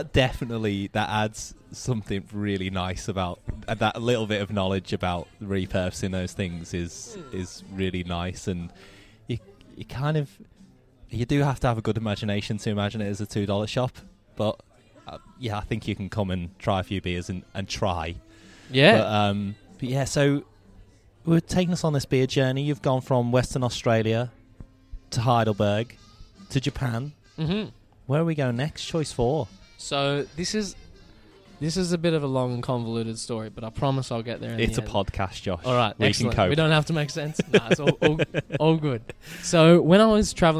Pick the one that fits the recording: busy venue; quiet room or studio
busy venue